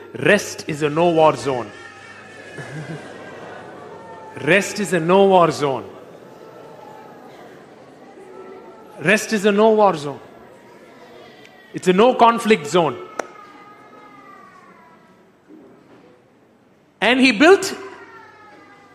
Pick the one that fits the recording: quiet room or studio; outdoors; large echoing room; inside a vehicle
large echoing room